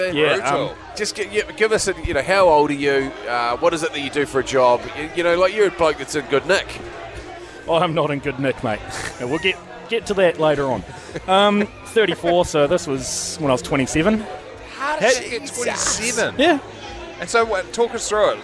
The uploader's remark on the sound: At a pub. From Last Place pub in Hamilton.